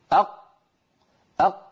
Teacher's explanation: مهما ضغط الإنسان ما ممكن يمر ذرة صوت عند نطق القاف · Term: قافا ساكنة